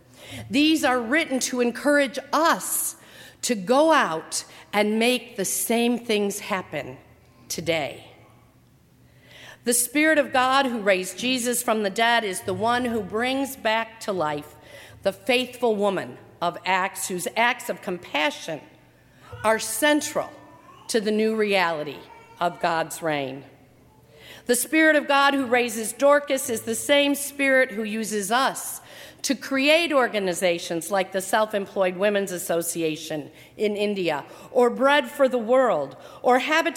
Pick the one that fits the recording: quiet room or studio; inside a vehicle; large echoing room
large echoing room